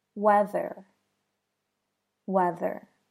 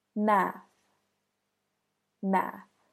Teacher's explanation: voiced TH is softer, more like a D, whereas unvoiced TH is a harder sound.